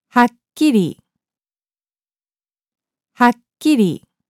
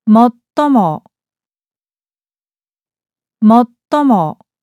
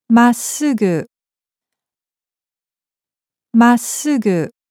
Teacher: Note that only the consonants you just heard are doubled and that they are all unvoiced consonants. Voice consonants G, Z, D, J, and B.are not doubled except in words of foreign origin. · Term: doubled consonants